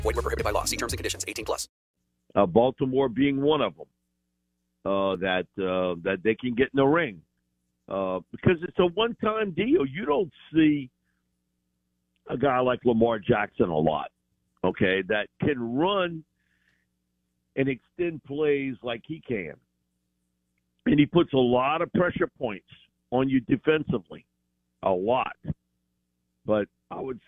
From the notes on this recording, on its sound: Joins the show on the Farm Bureau guest line talking about all things NFL live in the BankPlus Studio.